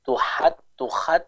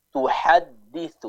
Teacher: huruf ha-nya masih kurang jelas sehingga tercampur dengan suara dari huruf kha · Shown in: second take